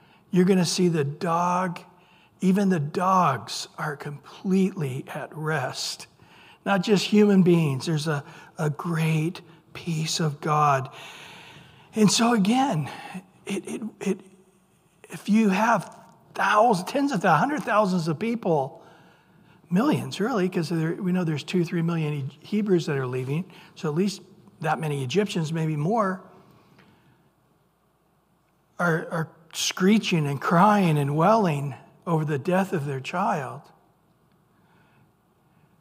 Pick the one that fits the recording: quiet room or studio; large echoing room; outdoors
large echoing room